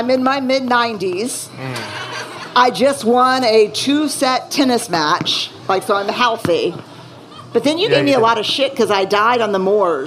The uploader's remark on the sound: Live at ACL Fest. It’s our first LIVE Unlocking Us , recorded at ACL Fest in Austin, Texas.